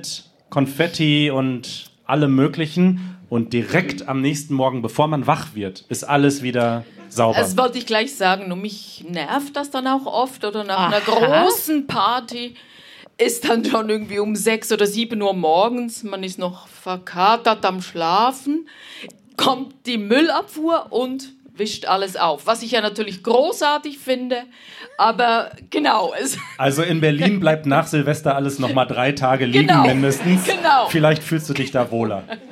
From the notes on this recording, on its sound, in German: Wir sind in Zürich und podcasten live vor Publikum.